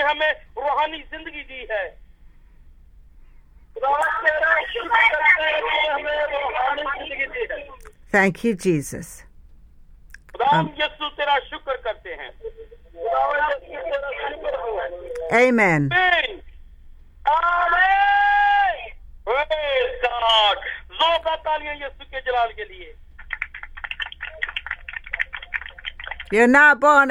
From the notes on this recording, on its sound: speaking via phone to group in Pakistan